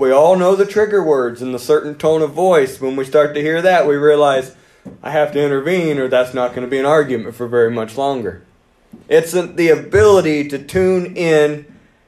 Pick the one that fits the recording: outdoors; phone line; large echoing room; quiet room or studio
large echoing room